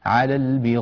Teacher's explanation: أيضا عندنا في هذه الكلمة في قوله تبارك وتعالى على البغائين، الوجه الذي نطقته الآن، كسر الهمزة، إبدال الهمزة ياء مع كسرها، ياء مكسورة متحركة ليست مدية